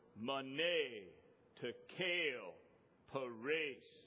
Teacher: The first syllable has like a short E sound, and then the second syllable has like a long A sound.